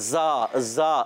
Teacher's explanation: زا ادا ہوتے ہیں زبان کی بالکل باریک نوک اصلۃ اللسان اور اوپر نیچے دونوں دانتوں کے اندرونی کنارے یعنی ثنائے سفلا ما اتصال ثنائے علیہ کے ہوتا ہے تو · Term: سیٹی والا